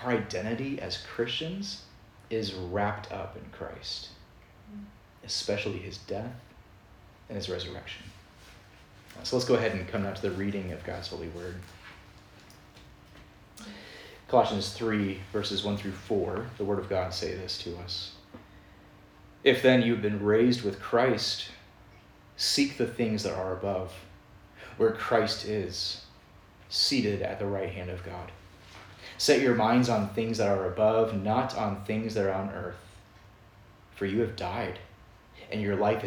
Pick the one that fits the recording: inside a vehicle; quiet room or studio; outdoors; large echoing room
large echoing room